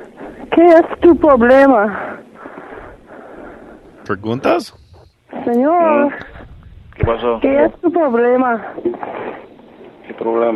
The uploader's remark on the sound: Prank Phone Calls